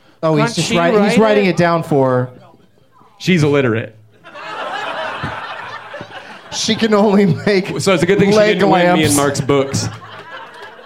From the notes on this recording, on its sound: Live from Flappers in Burbank, CA.